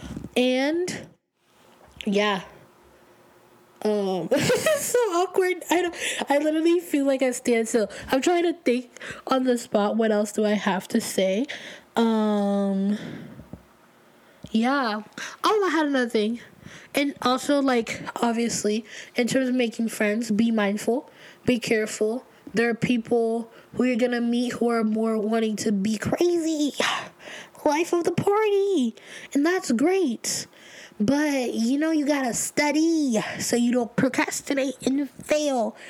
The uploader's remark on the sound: I sound rough and keep breathing and making noises. I am still getting over a bad cold.